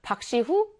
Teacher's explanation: 시후를 발음할 때 목청 소리인 히읗을 분명하게 발음해 보세요